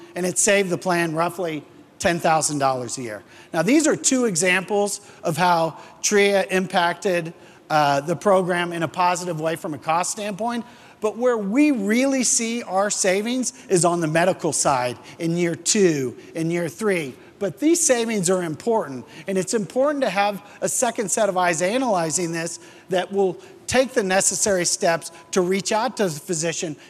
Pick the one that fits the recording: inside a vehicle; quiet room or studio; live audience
live audience